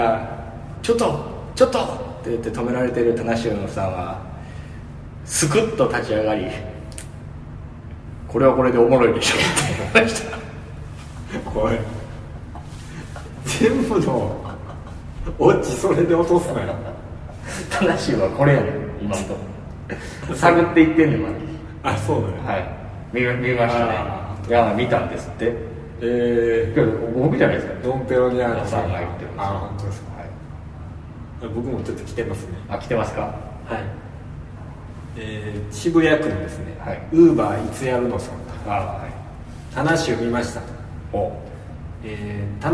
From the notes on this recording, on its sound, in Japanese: 渋谷のとあるスタジオで録りましたが、ものすごく反響しております。